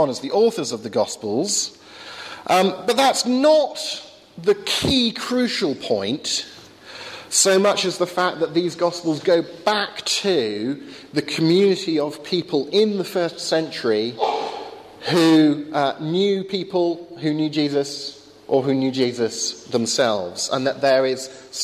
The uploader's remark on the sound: Talk with Q&A at Highfields Church Cardiff, 2012.